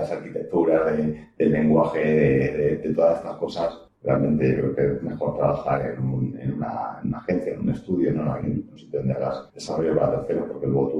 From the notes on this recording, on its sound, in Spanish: Por motivos técnicos ajenos a Emilcar FM la calidad del audio de este episodio dificulta su audición.